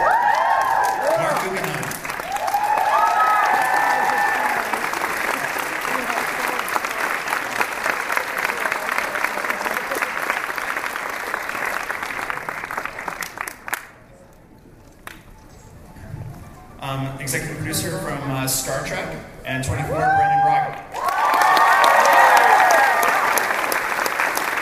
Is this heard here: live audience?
yes